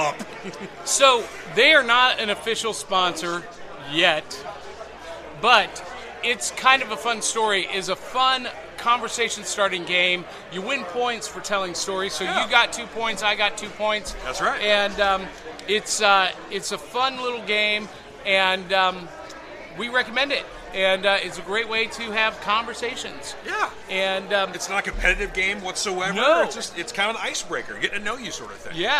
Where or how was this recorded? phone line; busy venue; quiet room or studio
busy venue